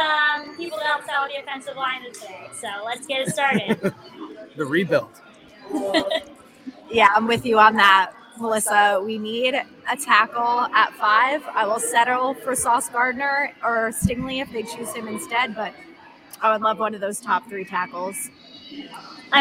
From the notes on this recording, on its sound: This week we cast live from the Wilson flagship store in SoHo for the 2022 NFL draft.